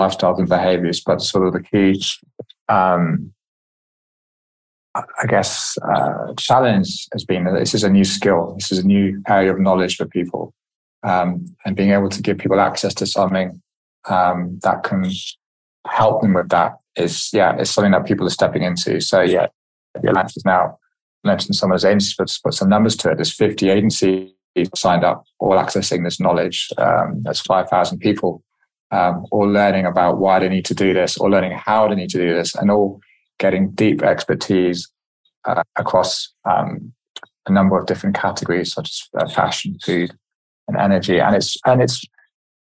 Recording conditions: video call